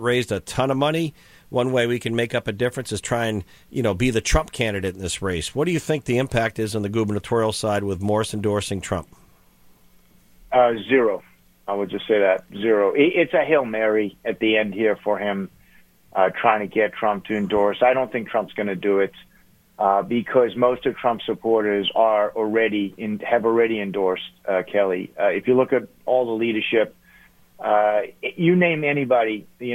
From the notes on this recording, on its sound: called into GMNH